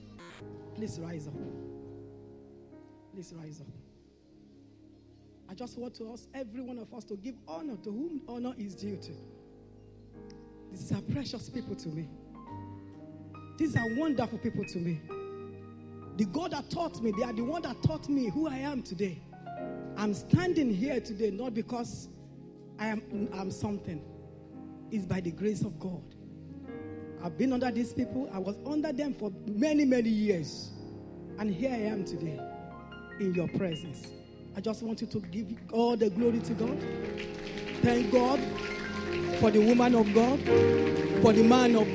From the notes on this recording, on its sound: This Sunday Service message